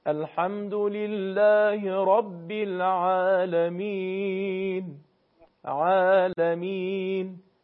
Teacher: حرف عین که این حرف از وسط حلق تلفظ میشه